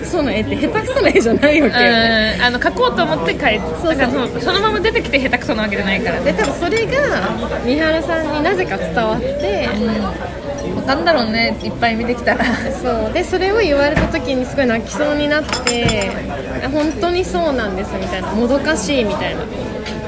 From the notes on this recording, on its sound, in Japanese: 2020/12/19 19:47新宿の喫茶店タイムスにて収録